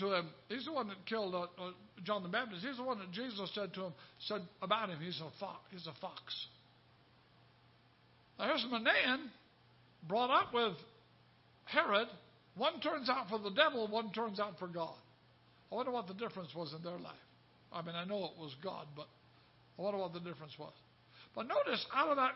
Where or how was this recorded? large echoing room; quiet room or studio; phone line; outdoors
large echoing room